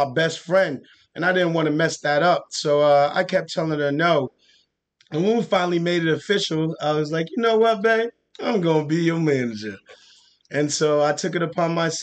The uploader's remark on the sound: These four men tell their truths to a zoom audience of 100 family members, friends, activists, and strangers.